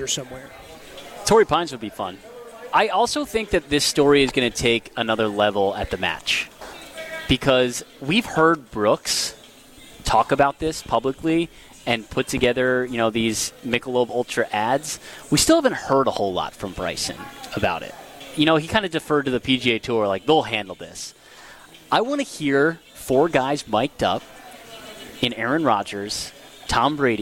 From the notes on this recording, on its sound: Live from the AMFAM Championship